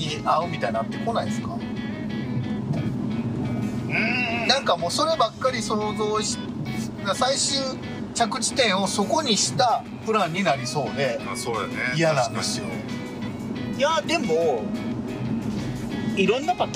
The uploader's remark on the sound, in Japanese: 日本一時帰国中、関西に滞在していた際、。ドライブで遊びに出かけていた時に収録した、おじさん3人で繰り広げる駄話をお届けします！ドライブ中の収録のため、音質があまりよくないのと、後部座席に座っている。